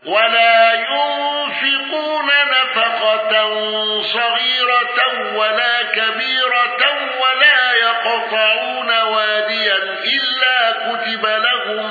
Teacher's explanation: الأزرق بالنقل وترقيق الراء